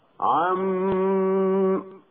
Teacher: كان الوقف بالتشديد مع بقاء الغنة هكذا: عم، لحفص وجميع الأئمة عدا البزي عن المكي وخلاف رويس عن يعقوب الحضرمي، فيجوز الوقف عندهما بهاء سكت هكذا: عم.